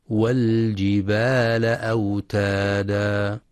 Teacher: وفي كلمة والجبال ينتبه القارئ لإظهار اللام القمرية، فلا يدغمها